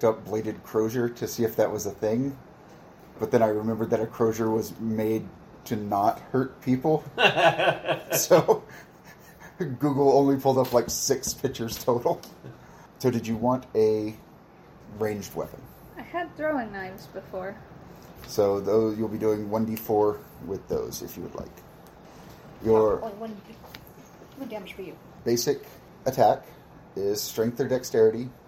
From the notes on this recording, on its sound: While apparently picking up every noise that is occurring in my house. This was recorded on a phone for reference purposes so there's not a lot of QA going on here and we weren't able to scrub all the background noises.